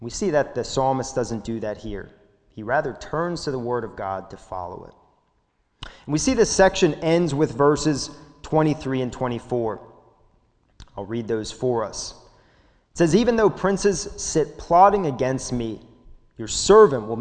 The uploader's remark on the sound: This sermon was recorded at the Lebanon Bible Fellowship Church in Lebanon, PA during the evening service on 6/13/2021